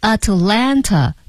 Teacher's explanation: 一个 N 加一个 T 加一个元音，在美式发音中，这个 T 的音几乎肯定会省略 · Term: T 省略